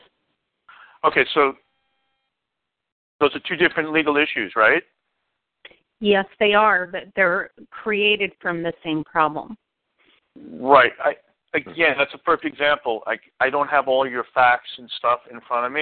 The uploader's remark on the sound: Community Conference Call